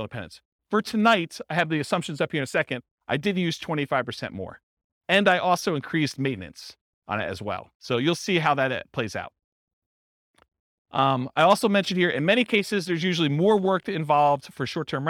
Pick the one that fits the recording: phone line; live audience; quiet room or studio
live audience